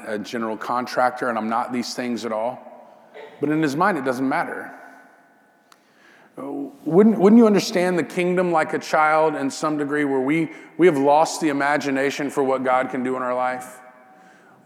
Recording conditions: large echoing room